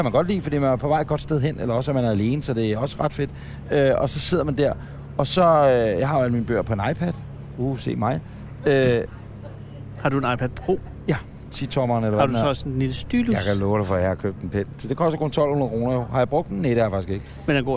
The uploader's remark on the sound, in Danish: Dette afsnit er optaget på molen i Københavns Nordhavn.